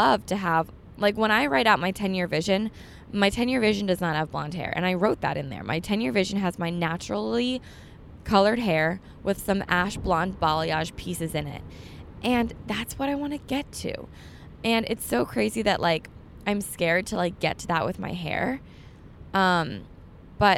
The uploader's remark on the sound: Me just talking in the car today.